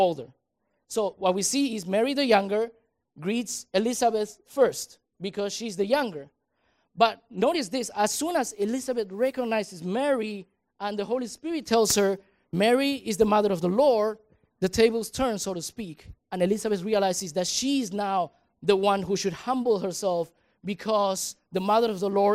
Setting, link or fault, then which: setting, large echoing room